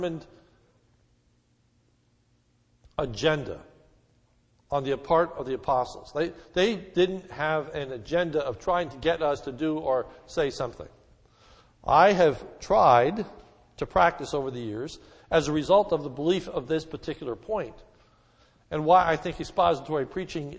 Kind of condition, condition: setting, large echoing room